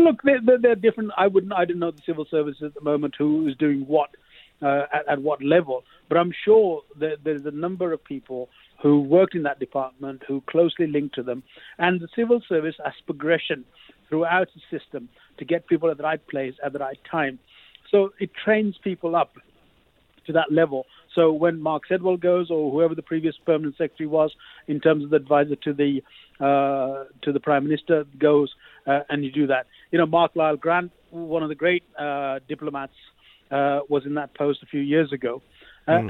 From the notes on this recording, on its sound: Phones.